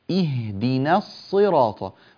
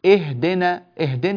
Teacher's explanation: النون هنا نرققها بارك الله فيكم، والهمزة نكسرها جيدا · Shown in: first take · فنقول اهدنا الصراط، ولا نقول اهدنا اهدن، هذا الكسر هنا ضعيف وخفيف وليس صحيحا.